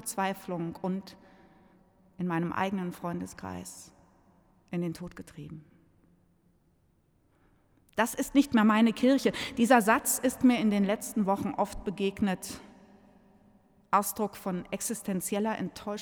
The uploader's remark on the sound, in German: In der Reihe der Fastenpredigten 2024 im Hildesheimer Dom.